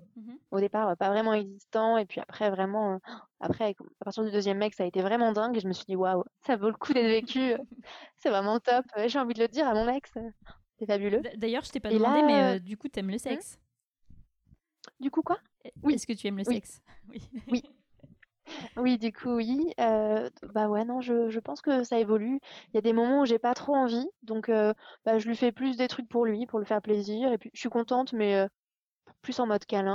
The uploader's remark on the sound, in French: Comme vous l’entendrez, l’interview a été faite par téléphone. Même à distance.